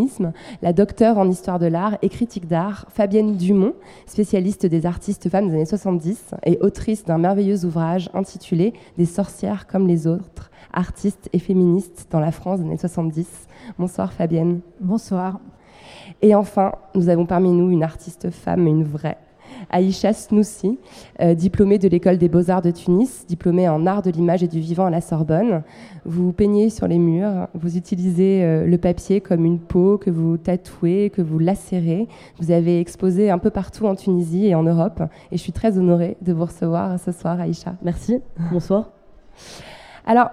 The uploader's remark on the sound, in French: À Beaubourg. Lors d’un enregistrement public le 4 avril 2019 au Centre Pompidou.